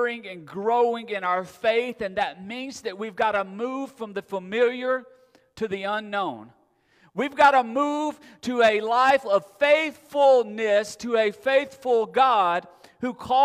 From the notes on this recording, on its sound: Recorded September 4, 2022 at Friendship Baptist Church.